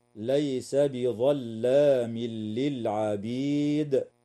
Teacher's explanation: ويدغم التنوين في اللام من غير غنة في قوله تعالى: ليس بظلام للعبيد.